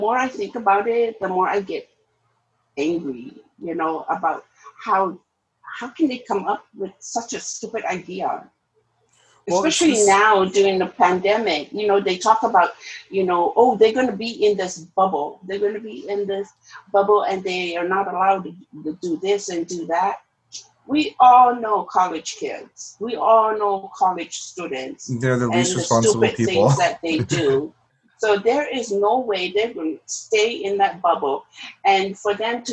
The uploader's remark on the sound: via zoom